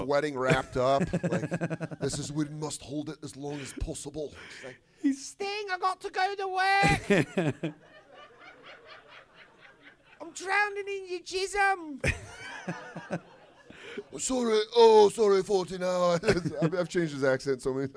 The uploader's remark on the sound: This episode was recorded live at Just For Laughs 42 in Toronto.